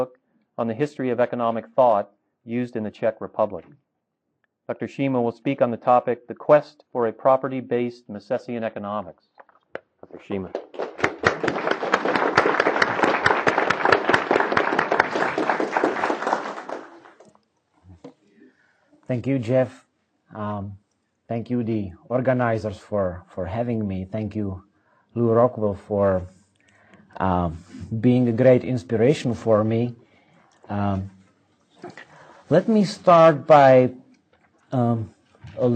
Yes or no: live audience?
yes